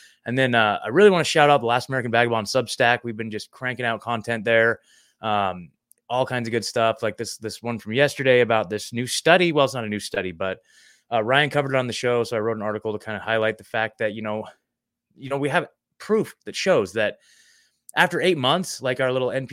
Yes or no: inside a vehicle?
no